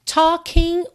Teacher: Talking, o G não é pronunciado